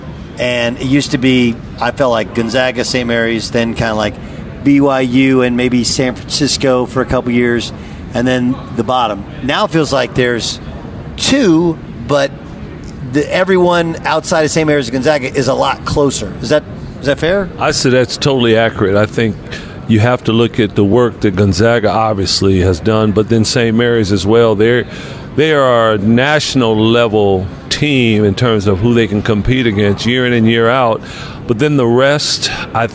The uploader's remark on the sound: From the Western Coast Conference media day.